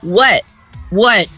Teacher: onde a língua vai no alvéolo e para, que é o chamado stop T, que a língua vai e fica presa lá, ela não faz what, não precisa fazer isso, só velho faz isso, não é pra vocês fazerem, porque isso é coisa de velho, tá?